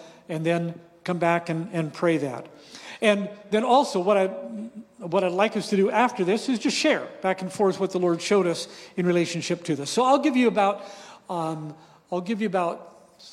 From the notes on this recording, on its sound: Breakout 2 from "Awe & Wonder: A Conference on Prayer," hosted by Thrive Harbor on July 8, 2023 in Gig Harbor, WA.